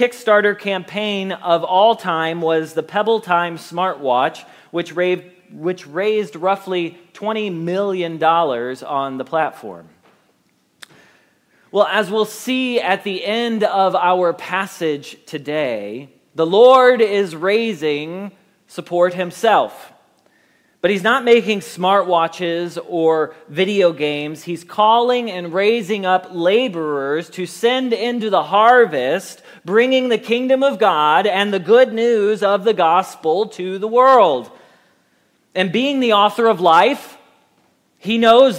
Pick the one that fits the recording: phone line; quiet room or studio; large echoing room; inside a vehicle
large echoing room